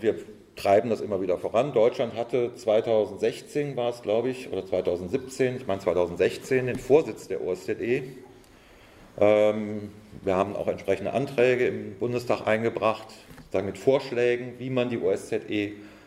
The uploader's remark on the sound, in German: Vortrag auf der Konferenz «70 Jahre: Kein Frieden mit der NATO» der Rosa-Luxemburg-Stiftung in Frankfurt am 31.